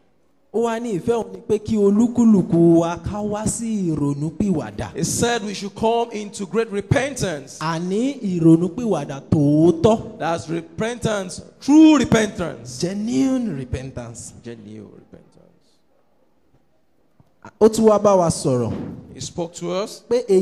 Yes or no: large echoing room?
yes